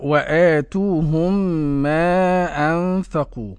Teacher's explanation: وآتوهم مد الهمزة مد بدل بمقدار حركتين والتاء مد طبيعي. والميم الساكنة في وآتوهم أتى بعدها ميم محركة إضغام مثلين صغير.